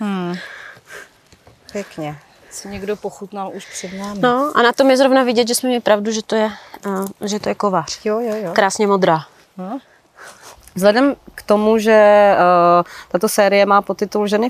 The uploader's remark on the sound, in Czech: Rozhovor byl natáčen ve venkovním prostředí, proto prosím omluvte sníženou kvalitu zvuku.